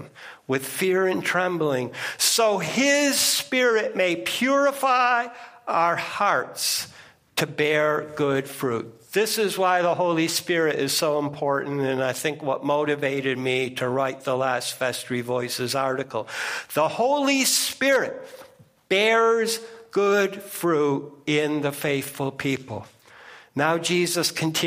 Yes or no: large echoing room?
yes